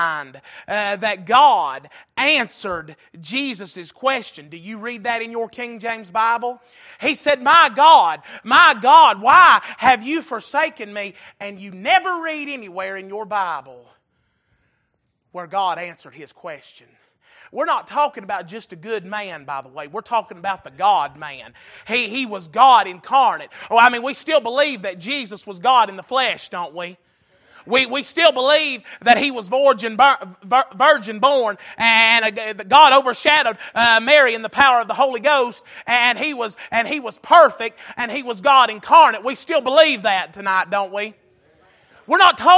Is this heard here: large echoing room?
yes